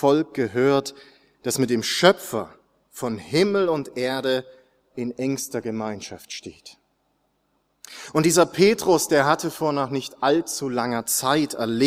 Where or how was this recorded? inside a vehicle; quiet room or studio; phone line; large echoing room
large echoing room